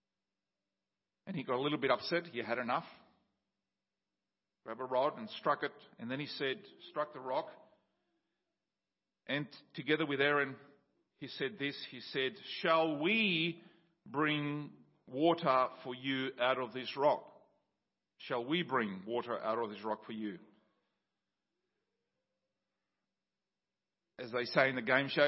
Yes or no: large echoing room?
yes